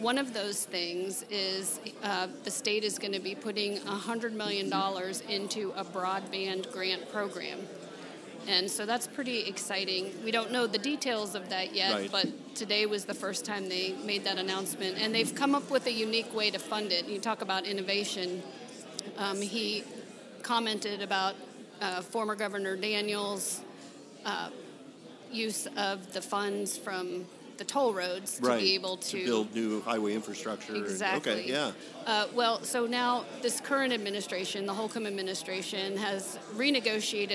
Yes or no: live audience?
yes